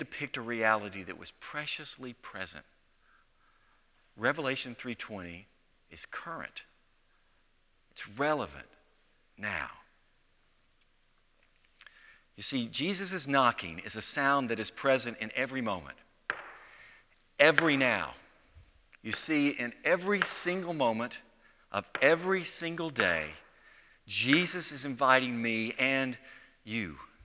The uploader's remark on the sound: Presented by Asbury Seminary Kentucky Chapel, recorded on Wednesday, November 29, 2023 at Asbury Theological Seminary's Kentucky campus.